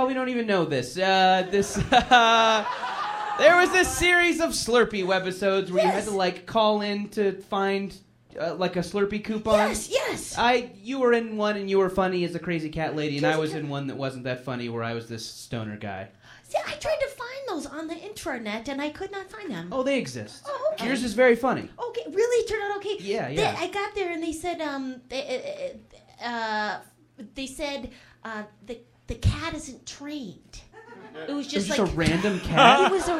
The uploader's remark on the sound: A special video episode, recorded live at MaxFunCon